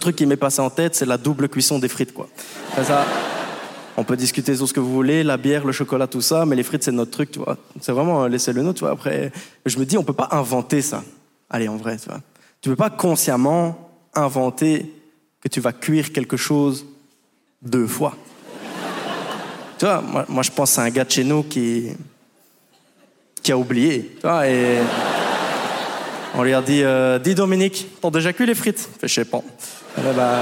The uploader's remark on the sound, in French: Montreux Comedy Festival 2023. Il expose le génie belge sur la scène du Montreux Comedy Festival.